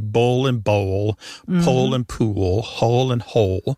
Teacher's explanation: For example, in the pairs that we talked about earlier, bull and bowl, pole and pool, hole and hole, they all end in that L sound, and that L at the end of the syllable is what is known as a dark L. So the physical act of pronouncing that dark L kind of requires the back of the tongue to raise toward your soft palate.